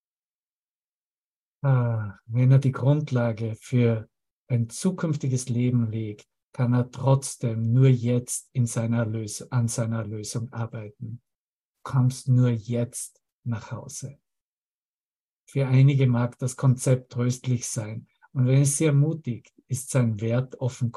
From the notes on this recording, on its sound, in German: Zoom-Session